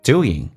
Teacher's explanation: 口语化当中经常会发成前鼻音